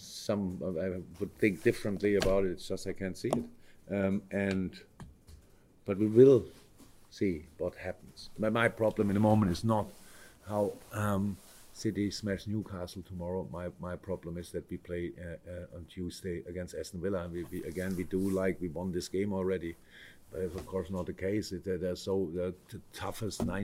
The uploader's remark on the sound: Post-Match Press Conference